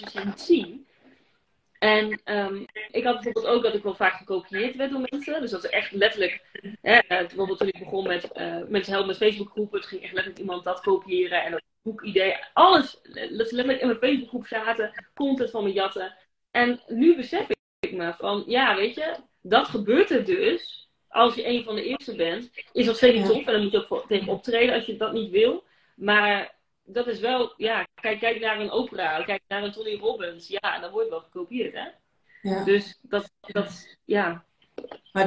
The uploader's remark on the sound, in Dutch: de opname van een Live op Instagram